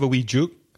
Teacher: in Belfast, there is no long oo sound.